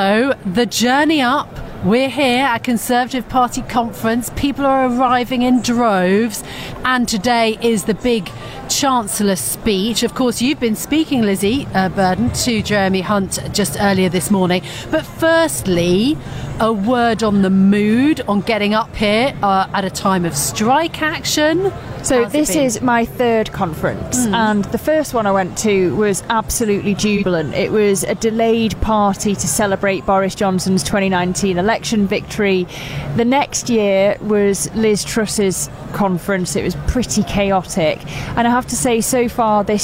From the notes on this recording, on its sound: In this special episode from the Conservative Party conference in Manchester